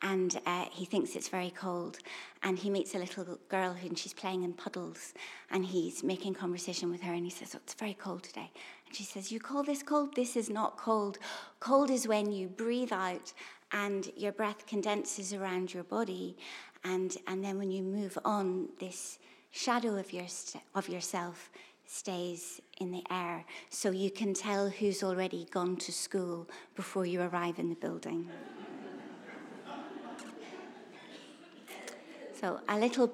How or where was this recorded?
live audience